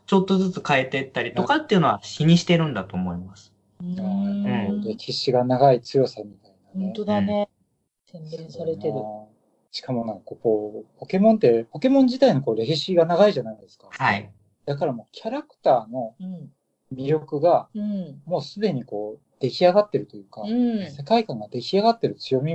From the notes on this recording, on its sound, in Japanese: 何かとお聞き苦しいところもあるかと思いますが